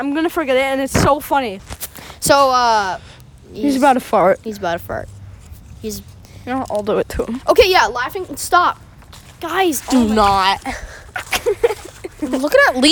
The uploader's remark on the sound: We went outside again!